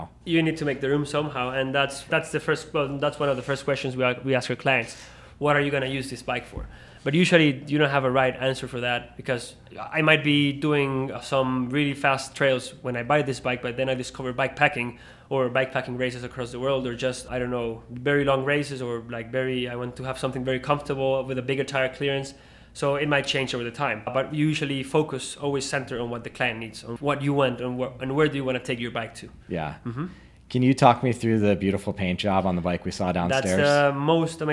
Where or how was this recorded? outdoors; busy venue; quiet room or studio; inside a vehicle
busy venue